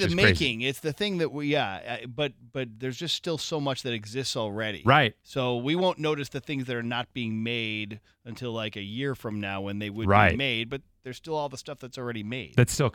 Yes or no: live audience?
no